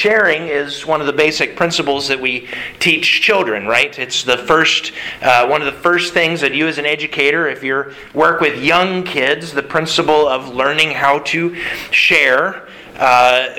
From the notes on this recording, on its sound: Sermon delivered to the Galena Bible Church